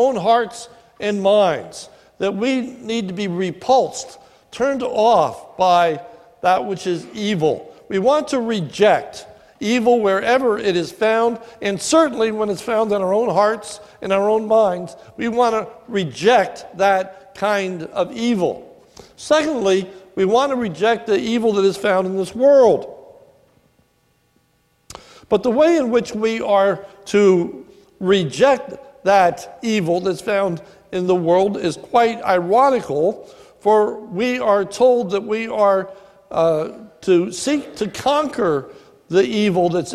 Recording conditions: large echoing room